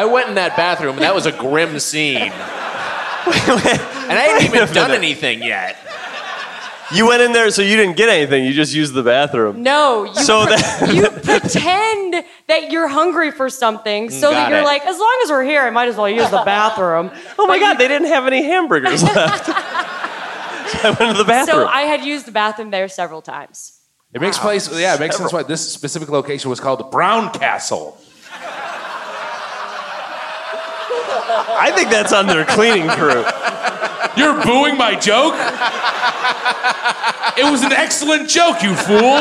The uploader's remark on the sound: Recorded live at the Gramercy Theatre in NYC.